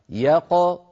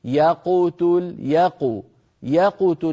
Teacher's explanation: أن نعطي كل حرف حقه، فنفتح الفم عند الياء يا، ثم نقلقل القاف ساكنة من غير ميل، لا إلى فتح قبلها ولا إلى ضم بعدها · Shown in: first take · Term: القاف المقلقلة